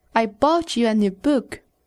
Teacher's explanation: The emphasis is on book.